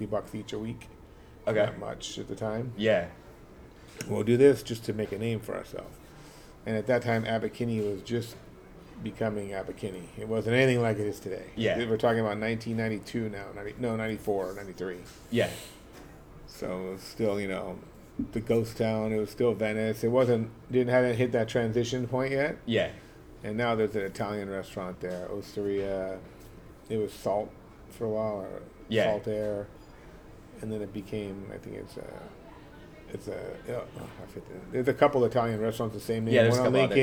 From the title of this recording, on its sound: LIVE from Mélisse